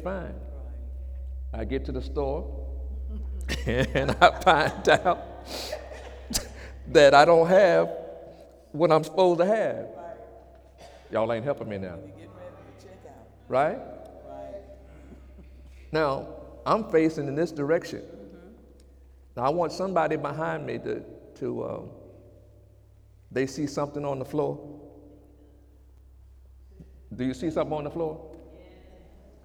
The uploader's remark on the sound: During Sunday morning service on February 26, 2017